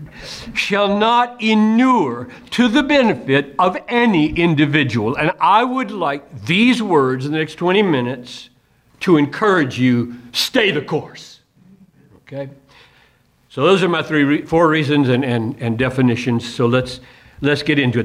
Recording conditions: large echoing room